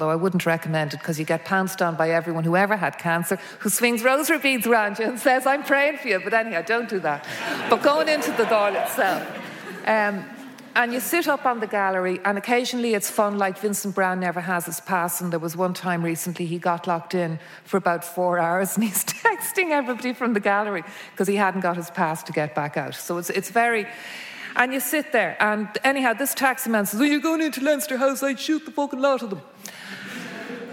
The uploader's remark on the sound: Recorded live at the historic City Assembly House in Dublin. In this live show-come-podcast episode. Each section features live performance of songs on those same themes from our music guest.